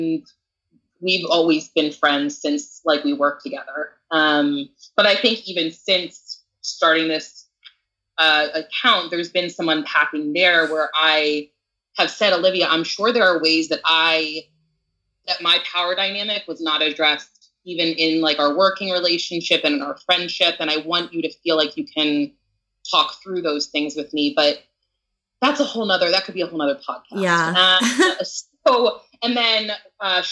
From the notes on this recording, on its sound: this podcast was recorded last year over skype, so the sound quality is not as good as previous episodes.